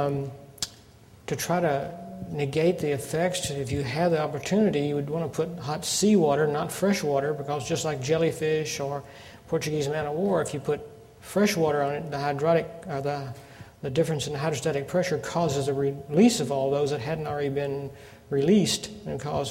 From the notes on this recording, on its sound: Audio podcast from the 6th Annual Fall Conference in Tampa, Florida.